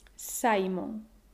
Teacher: Pero si quieres guardar el sonido próximo al inglés, puedes pronunciar Simon con el acento en la penúltima Simon. Recuerda que las vocales en español se pronuncian siempre, no desaparecen como en inglés.